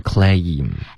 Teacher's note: claim 注意双元音 OK 刚刚发的是一个单元音